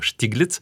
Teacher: знаменитую для Санкт-Петербурга фамилию Штиглиц, и ударение на первый слог